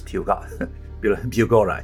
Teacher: All those L's with the little dash through it, yes, are like a W sound. · Term: LW sound